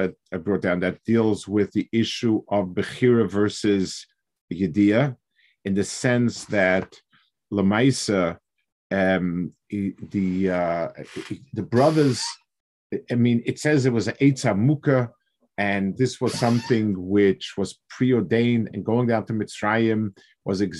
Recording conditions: video call